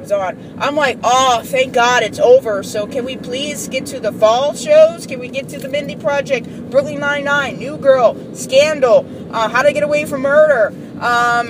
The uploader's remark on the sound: I saw the finale and the next morning on my work commute I ranted and recorded it.